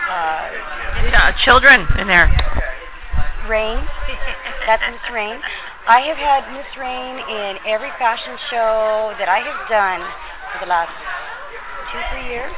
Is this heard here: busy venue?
yes